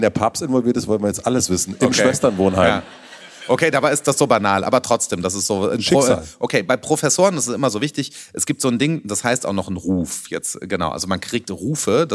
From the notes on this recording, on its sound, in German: Wir haben uns live vor Publikum in München unterhalten.